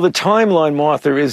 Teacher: he added that intrusive R when he said, the timeline, Martha, is